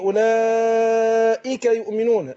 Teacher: هنا مد متصل أربع حركات